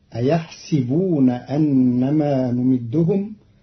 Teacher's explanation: قرأ قالون كلمة أيحسبون بكسر السين، فتصير أيحسبون أنما نمدهم، والفتح والكسر في لغة العرب.